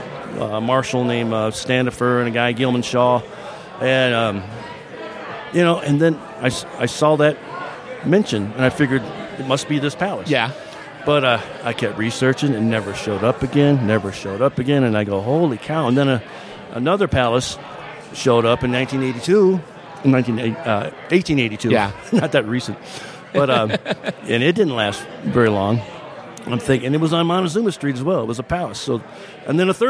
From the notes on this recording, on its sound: Recorded at The Palace Restaurant & Saloon. Recorded at The Palace Restaurant & Saloon.